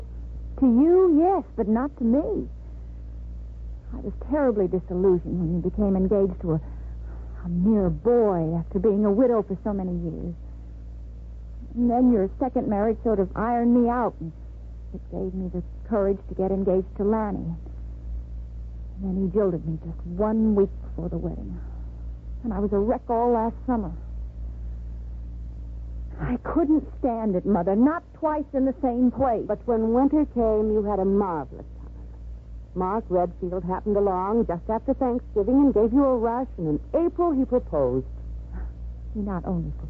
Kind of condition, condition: fault, poor sound quality